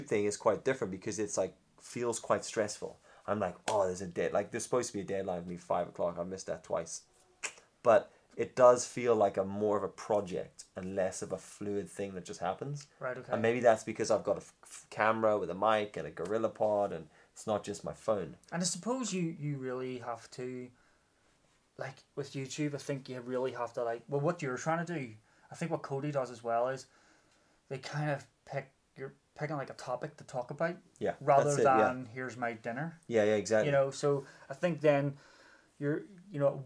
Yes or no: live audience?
no